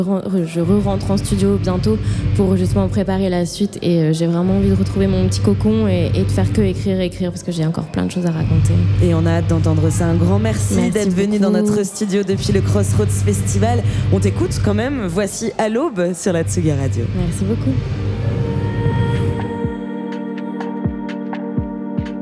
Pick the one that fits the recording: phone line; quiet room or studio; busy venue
busy venue